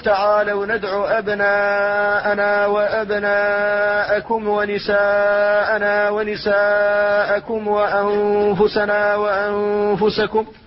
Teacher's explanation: وأهل بلادنا هذه في أغلب الأحيان يقلقلون الميم الساكنة قبل الواو والفاء · Term: قلقلة